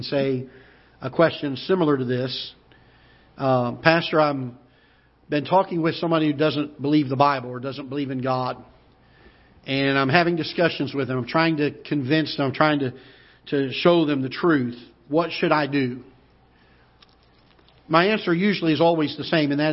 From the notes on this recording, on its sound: Ketha Heights Baptist Church ~ Live Broadcast.